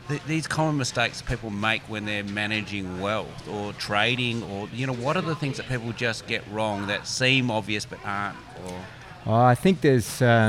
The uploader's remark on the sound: Dowerin Field Days are always filled with excitement, the hustle and bustle of the crowd. This particular episode is recorded at Dowerin Field Days 2022.